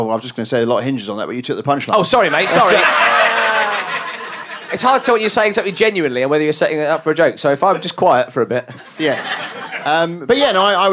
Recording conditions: live audience